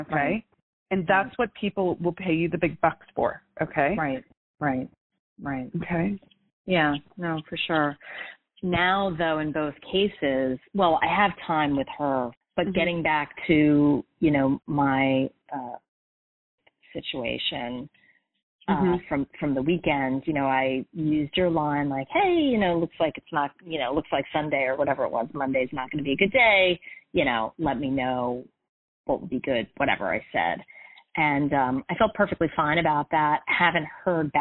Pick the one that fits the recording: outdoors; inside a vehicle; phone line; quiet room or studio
phone line